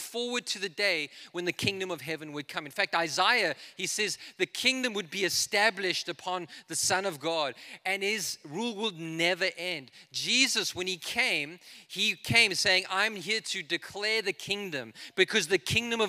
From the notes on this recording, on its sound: This is a message I preached in Revive Church.